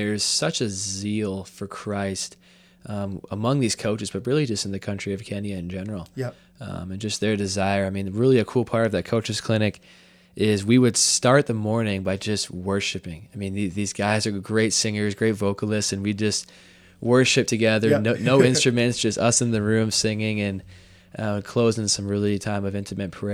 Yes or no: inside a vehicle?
no